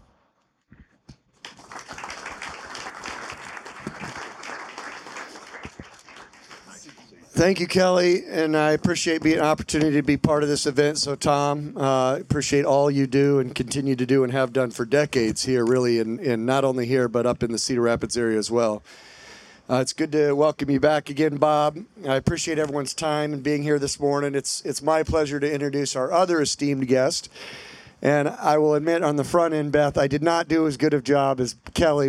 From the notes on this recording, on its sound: LIVE from Iowa Athletic Club. For a live podcast recording.